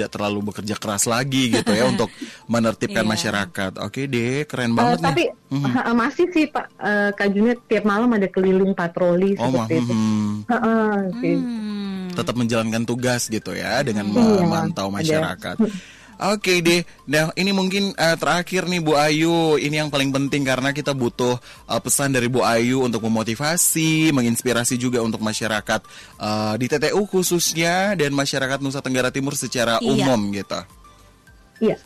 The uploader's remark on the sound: ON THE PHONE